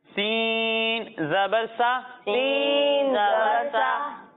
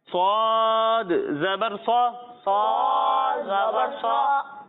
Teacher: جب ہم سین کی ادائیگی کریں گے تو اس میں سیٹی کی آواز آئے گی، اور جب ہم صاد کی ادائیگی کریں گے تو اس میں سیٹی کی آواز تو آئے گی، ساتھ میں اسے موٹا کر کے پڑھیں گے · Shown in: second take